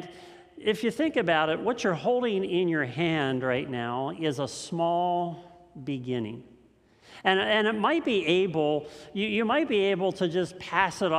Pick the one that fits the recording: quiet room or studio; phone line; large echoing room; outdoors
large echoing room